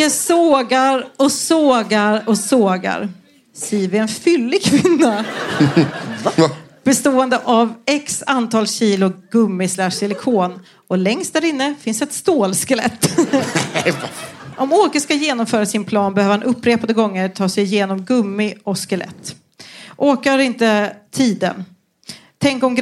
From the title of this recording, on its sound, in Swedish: Live på Scala